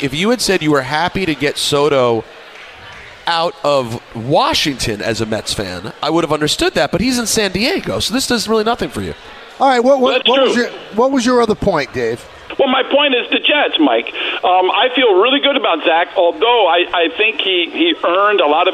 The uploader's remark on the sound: The show is live at Your Mother's House in Garden City Park, Long Island for the TMKS Holiday Party.